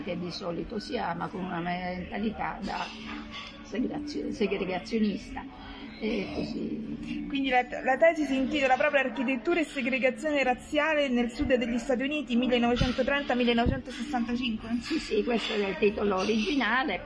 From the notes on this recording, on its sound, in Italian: Nonostante i rumori di sottofondo